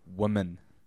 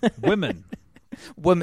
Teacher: when you say women in the Kiwi accent, you pronounce it like the last vowel is an I. So it's W-O-M-I-N, woman.